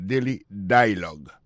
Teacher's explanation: il pèse plus sur le premier syllabe là · Alors, accent tombé sur le premier syllabe là.